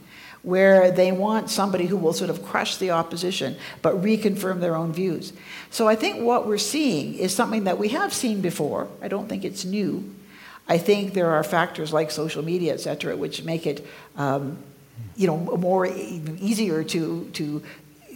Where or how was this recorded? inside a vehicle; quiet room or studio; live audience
live audience